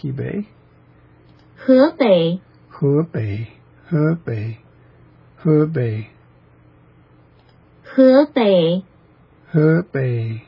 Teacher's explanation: Looking from above, it's concave. It's this bowl-shaped accent, which comes down and goes up in the Chinese, so it's as a pitch indicator. But the e, the first vowel, he, is upward or ascending in pitch. · Term: concave accent